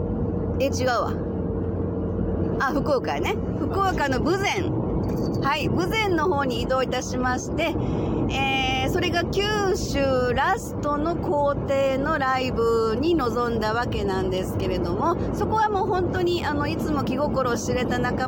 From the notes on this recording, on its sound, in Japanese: 九州ライブツアー音声記録。兵庫県養父市のラストLIVEに向けて、移動中の車の中で収録。聴きづらくてすみません。Stand.fm。